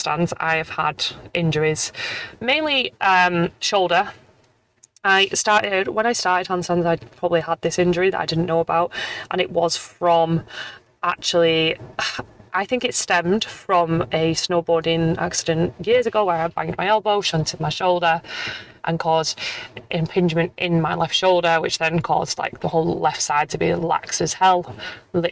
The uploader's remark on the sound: Throughout the episode, I'll be sharing my thoughts and experiences while driving through traffic